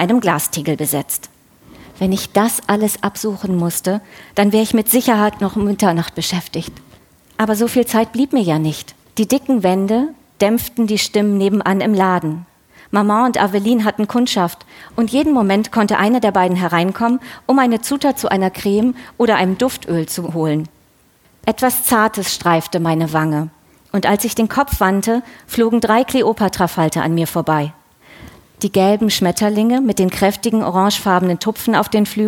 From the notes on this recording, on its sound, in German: Diesmal live von der Frankfurter Buchmesse. Bei der Magellan-Lesung auf der Frankfurter Buchmesse.